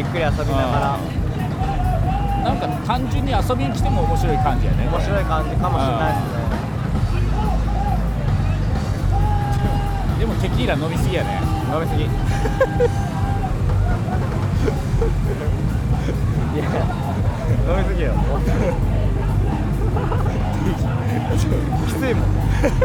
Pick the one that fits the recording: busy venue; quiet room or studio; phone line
busy venue